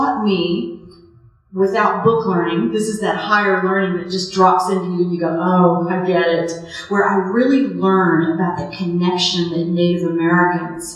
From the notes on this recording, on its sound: From the live REALM Gathering is full of great music.